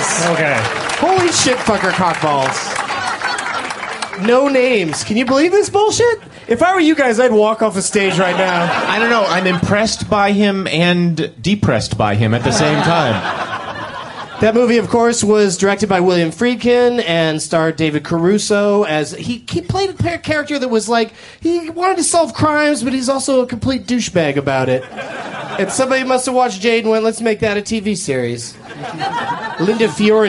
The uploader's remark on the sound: On this special SF Sketchfest edition of I Love Movies. Recorded live at The Punchline in San Francisco, January 16th, 2010.